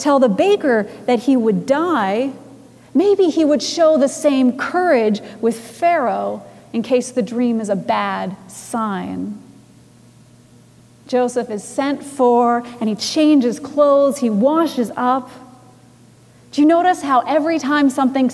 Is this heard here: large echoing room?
yes